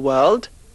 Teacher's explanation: Don't pronounce the R in world and the E in village.